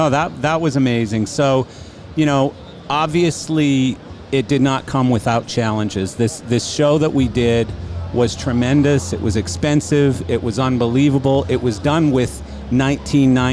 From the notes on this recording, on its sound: This episode was recorded live on Martin's booth at LDI 2019!